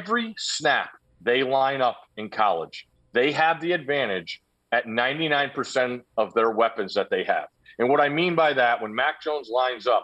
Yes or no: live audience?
no